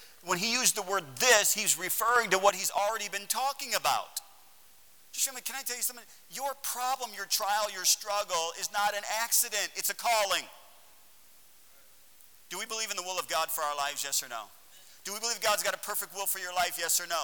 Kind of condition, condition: setting, large echoing room